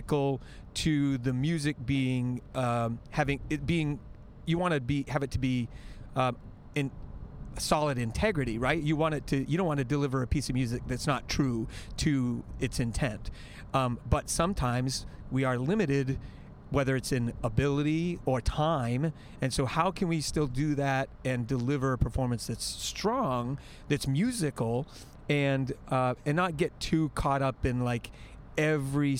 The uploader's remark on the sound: Two Band Directors in a Car. A great conversation from the car on the way to, and from and honors festival.